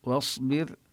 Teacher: الواو مرققة والصاد من حروف الاستعلاء مفخمة. واصبر وهنا الراء ساكنة وسبقت بكسرة فهي مرققة.